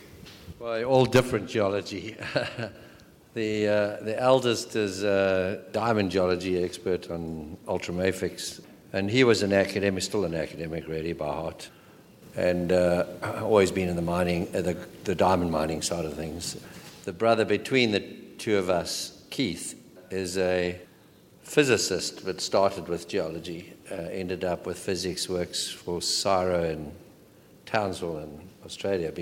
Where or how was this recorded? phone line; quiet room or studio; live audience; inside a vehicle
live audience